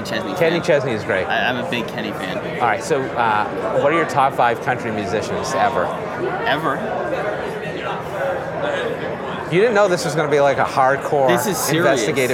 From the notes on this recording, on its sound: Interviews from the TECHSHOW Floor. Let him wander around ABA TECHSHOW, you’re bound to get off the cuff conversations, intriguing guests, and only a couple awkward silences.